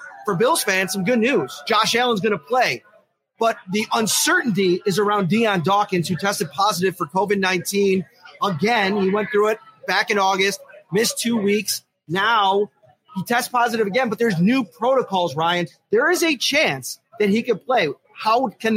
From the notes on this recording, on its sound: Live from Sonny Red's. Live at Sonny Red's in Lackawanna.